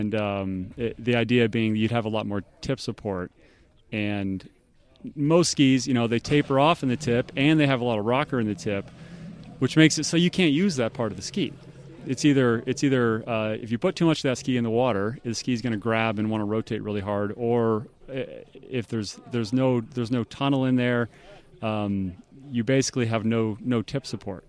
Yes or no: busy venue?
yes